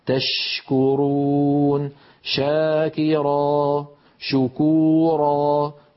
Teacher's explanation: الشين تخرج من وسط اللسان مع وسط الحنك الأعلى كما نرى، ولكن يبقى المخرج مفتوحا. تشكرون، شاكرا، شكورا، كل شين مهما كان وضعها فهذا مكان خروجها.